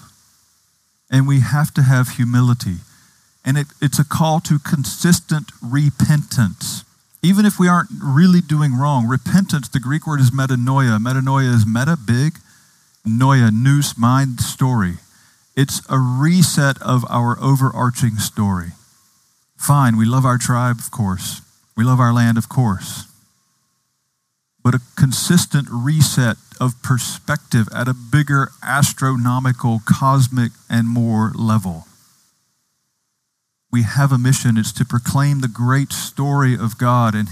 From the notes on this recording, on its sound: Outdoors this Summer, outside the Retreat House. On the beautiful and scenic campus of Gordon Conwell Theological Seminary 130 Essex St, South Hamilton, MA 01982.